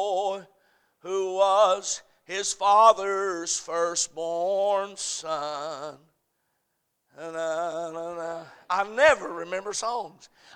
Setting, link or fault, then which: setting, large echoing room